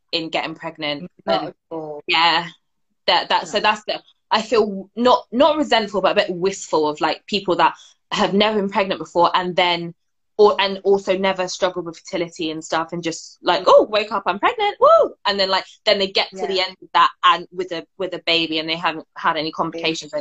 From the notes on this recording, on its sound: hosted on Instagram Live during the summer of 2020